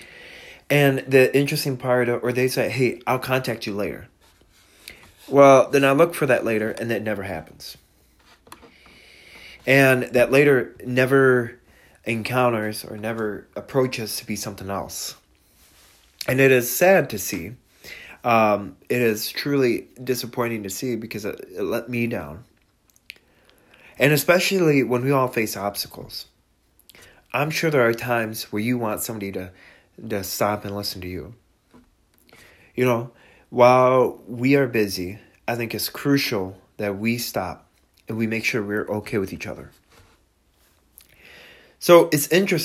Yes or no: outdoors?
no